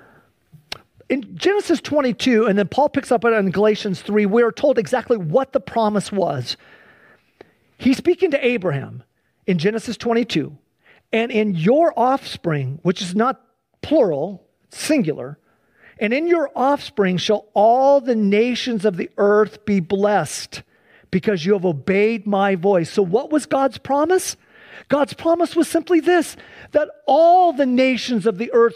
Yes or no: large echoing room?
yes